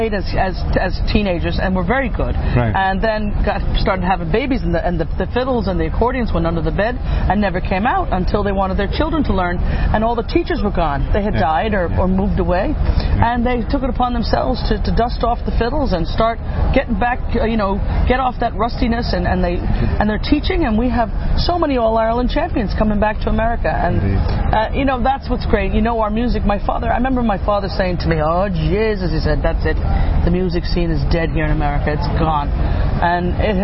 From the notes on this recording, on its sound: Sharing interviews recorded at the All Ireland Fleadh 2017 in Ennis Co Clare.